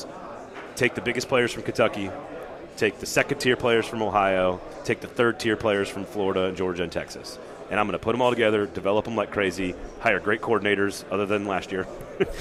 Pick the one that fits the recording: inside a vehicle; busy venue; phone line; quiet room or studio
busy venue